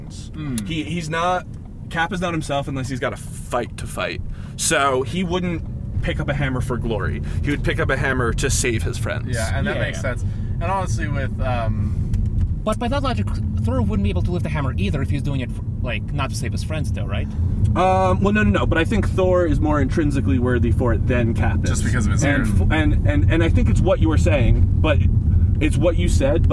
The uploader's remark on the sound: Just decided to turn on the recorder on the ride back to their hotel. On his first trip to Las Vegas.